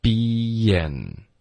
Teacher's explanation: 结尾的 N 的音要顶舌尖，中间有一个 Y 的音